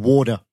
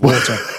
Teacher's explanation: You are pronouncing all your T's as D's. · Shown in: first take